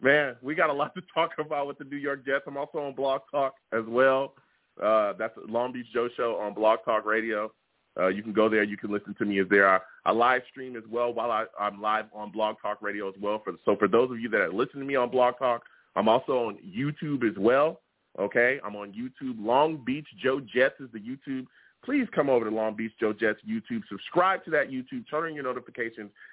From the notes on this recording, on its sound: I take live callers as well!